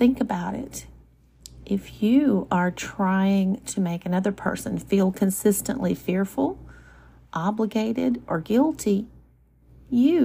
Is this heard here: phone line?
no